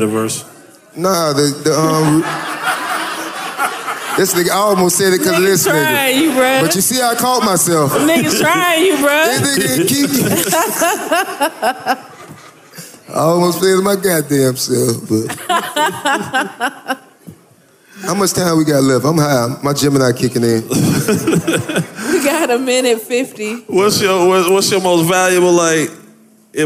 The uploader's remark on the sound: Live from the Buckhead Theatre in Atlanta, GA